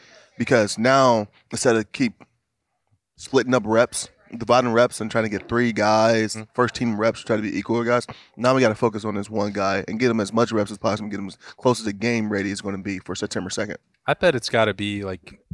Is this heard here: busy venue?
yes